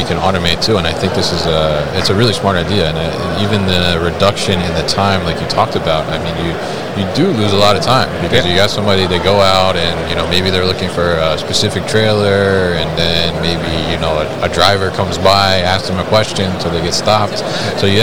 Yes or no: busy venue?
yes